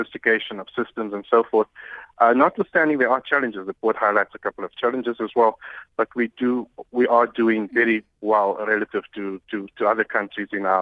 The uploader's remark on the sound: we are joined on the line